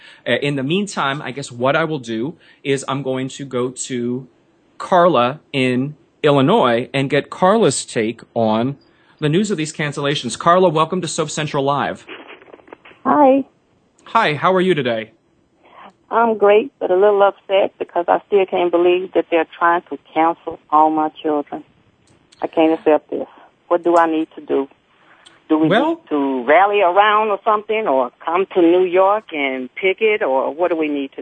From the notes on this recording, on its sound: The phone lines are open again for fans to call in and voice their support of the ABC soaps.